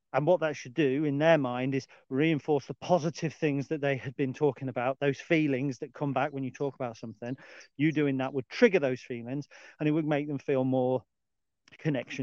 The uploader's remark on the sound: This was recorded as a live feed, on location in the Lincolnshire Wolds, and as such, you may hear birds singing, and some lower audio quality than normal.